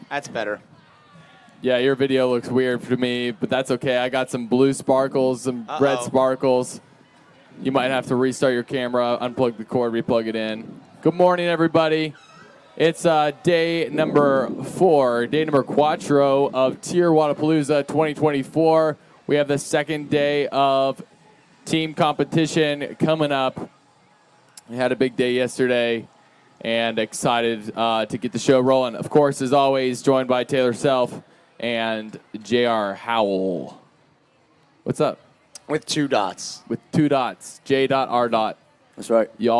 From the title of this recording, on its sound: TYR Wodaplooza Gameday // Sunday // Shut Up & Scribble LIVE From MIAMI